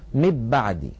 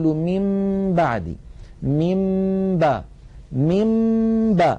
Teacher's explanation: ومر معنا في أحكام الميم الساكنة أن الميم الساكنة إن أتى بعدها باء فحكمها الإخفاء، وذلك بأن نطبق الشفتين على الميم وعلى الباء إطباقة واحدة من غير أن تتحول الميم إلى باء · Shown in: second take · يعني لا نقول مب بعدي، لو قلنا مب بعدي لكان إدغاما، ولو قلنا من بعدي لكان إظهارا.